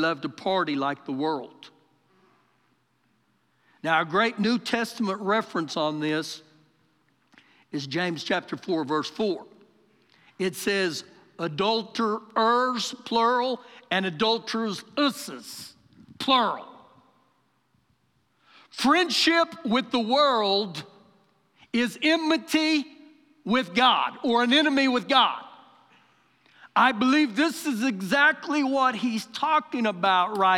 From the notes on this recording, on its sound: Recorded live during our Sunday morning service